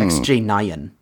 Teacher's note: she pronounces nine as a two syllable word